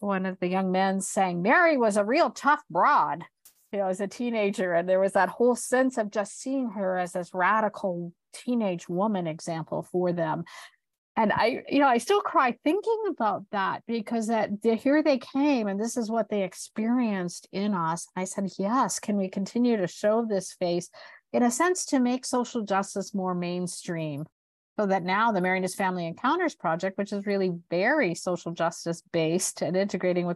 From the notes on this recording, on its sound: This podcast is a recording of a Zoom conversation